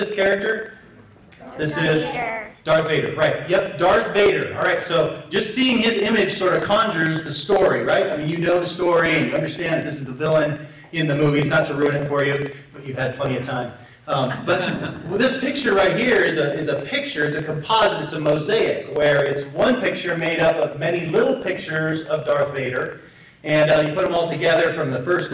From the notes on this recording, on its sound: Apologies for the poor audio quality.